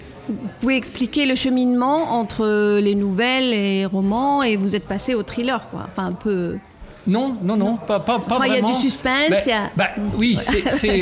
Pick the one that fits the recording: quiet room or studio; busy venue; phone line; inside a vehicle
busy venue